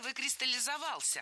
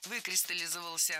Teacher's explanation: Правильный вариант – «выкристаллизовался». Ударение падает на первый слог, на приставку «вы». · Shown in: second take